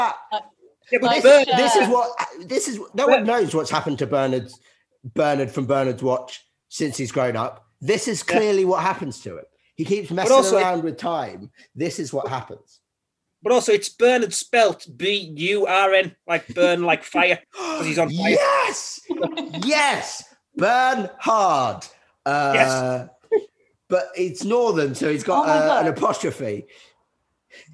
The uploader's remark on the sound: a zoom call in 3 separate bedrooms